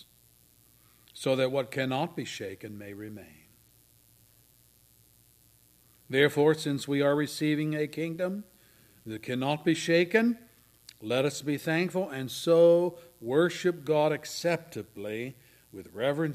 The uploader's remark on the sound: Services recorded at Thornville Baptist Church.